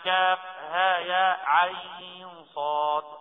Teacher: أما حرف العين في فاتحة مريم فقرأها بالتوسط فقط، يعني 4 حركات